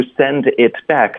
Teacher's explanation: send it back 呢，这里就是我们就只有一个顶舌尖的停顿，就没有必要用一个喉音停顿了